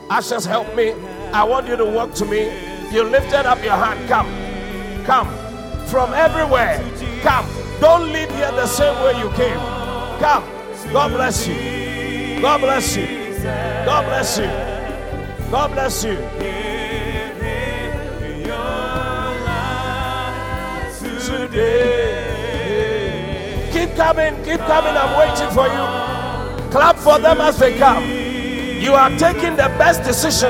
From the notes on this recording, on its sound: Preached at the Qodesh